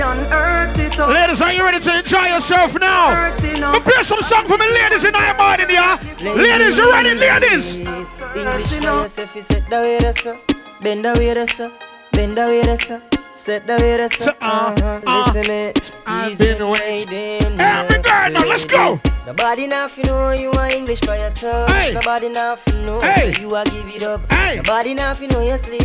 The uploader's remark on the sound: LIVE AUDIO AT DANCEHALL SATURDAZE IN HELSINKI, FINLAND.